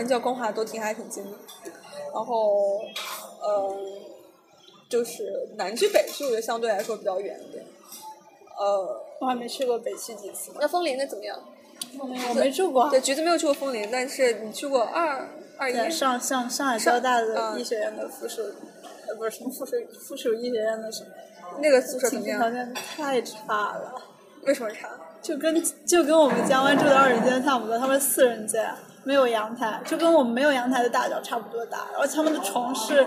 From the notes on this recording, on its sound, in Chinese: 在外滩谈复旦（多背景噪音）。所以这起节目就顺势在外滩的一家咖啡馆里面录音啦。